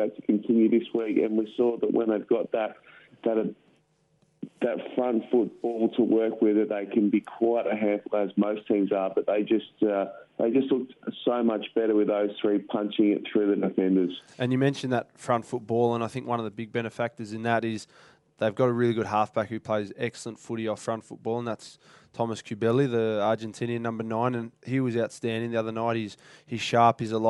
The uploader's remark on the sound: dials in from Paris